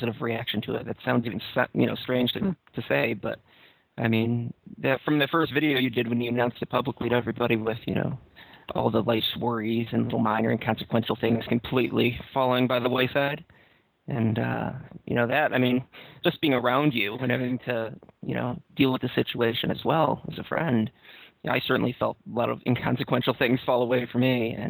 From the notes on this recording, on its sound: Call In Show.